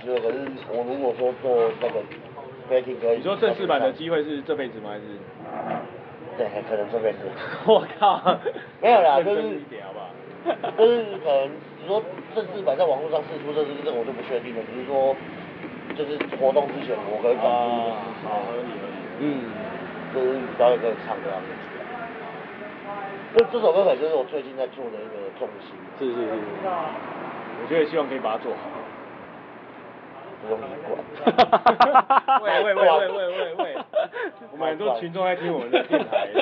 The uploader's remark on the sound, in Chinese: Anchor。錄音地點：台南 牽咖啡 Chen Coffee。